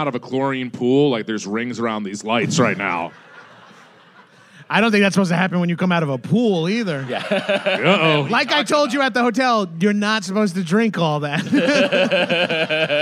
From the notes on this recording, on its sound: Recorded live at Stand Up Live in Phoenix 4/28/22.